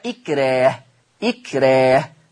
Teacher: إذا جاء حرف ساكن بين الراء المفتوحة والحرف المكسور فحكم الراء الترقيق، إلا حكم الراء الترقيق إلا لو كان الساكن دوت طاء أو صاد أو قاف.